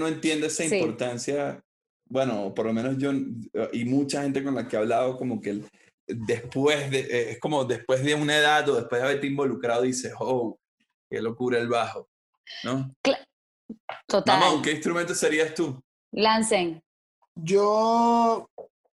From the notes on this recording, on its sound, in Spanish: El Music Deal se conecta vía Zoom